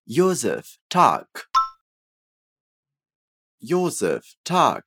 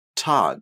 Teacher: Percebe que esse é um som bem forte, né? A gente vai explodir aqui o T